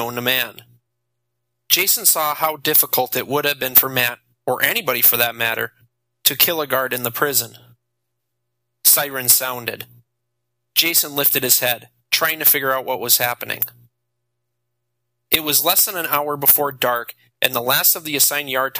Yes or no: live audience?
no